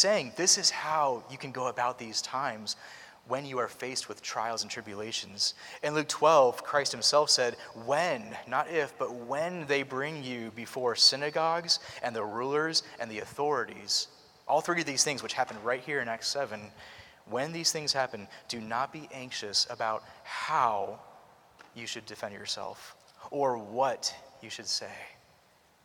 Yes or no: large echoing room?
yes